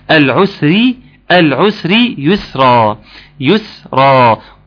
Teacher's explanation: كلها مرققة ما عدا حرف الراء